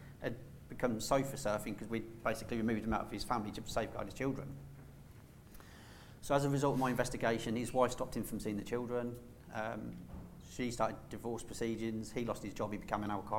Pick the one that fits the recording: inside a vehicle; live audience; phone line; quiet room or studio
live audience